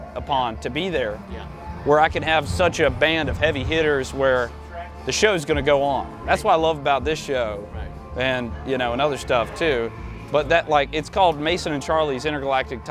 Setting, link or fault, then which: setting, outdoors